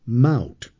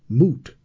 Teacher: The ow becomes oo sound change happens with Proto-Semitic mout that changes into Akkadian moot